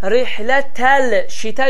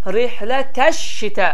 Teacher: Baxın, ləmin nə üzərində, nə altında, nə sukun var, nə kəsrə var, nə fəthə var və ləmdən sonra şin hərfi gəlir və şinin hərəkəsi şəddə olduğu üçün burada ləm oxunmur · Shown in: second take